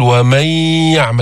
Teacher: مع هذه الياء نأتي بصوت الغنة من منتهى الأنف